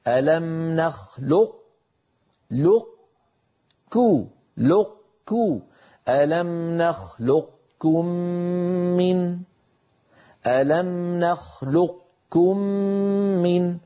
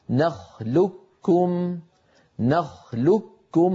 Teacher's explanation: أغلب الرواة، أغلب حتى القبائل كان يدغم القاف في الكاف فيقول: نخلقكم نخلقكم، فينطق كافا مشددة لا يبقى للقاف في النطق أثر · Shown in: second take